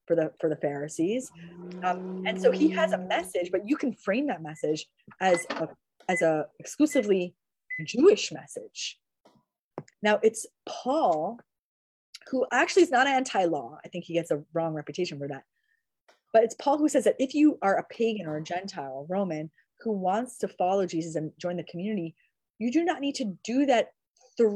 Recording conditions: video call